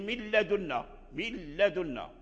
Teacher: التنوين والنون ساكنان إذا التقى مع اللام فيكون الإدغام كاملا